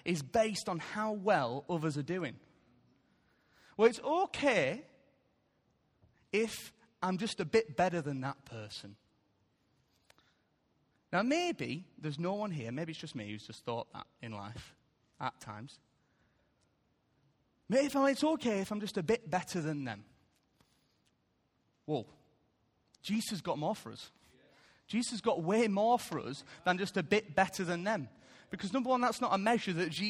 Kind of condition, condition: setting, large echoing room